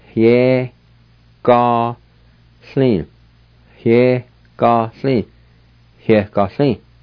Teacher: there's an H sound right at the beginning of the word, right before the Y